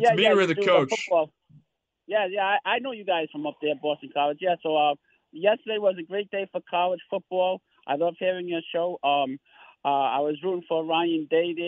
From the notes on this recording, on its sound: take your calls texts and tweets live on the air